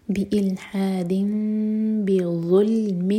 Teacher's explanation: میم کو ہولڈ کریں گے لیکن ہوٹو کو ٹائٹ بند نہیں کریں گے دو سیکنڈس کا ٹائم اس کے بعد با پڑھا جائے گا